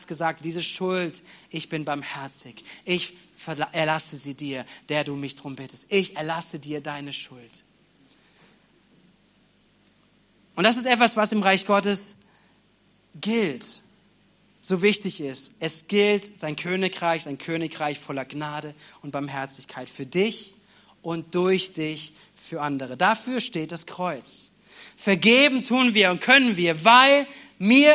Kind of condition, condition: setting, large echoing room